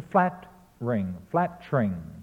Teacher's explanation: He says flattering in 3 syllables. It should be reduced through syncopation to flat-ring, flat-tring.